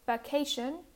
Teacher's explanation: the second syllable is the stressed one because I pronounce it for a longer time. I kind of stretch the syllable and I pronounce it louder with a higher pitch and I say it more clearly, and on top of that, I use larger facial movements.